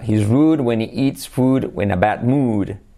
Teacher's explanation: Fíjate que cuando digo he me como la H